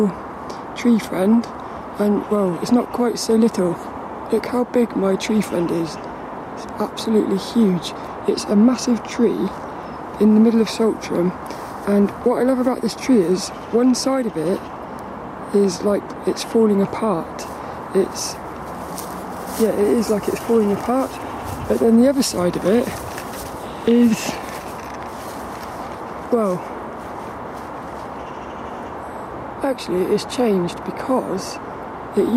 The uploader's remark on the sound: Record this podcast while walking through the woods of Saltrum.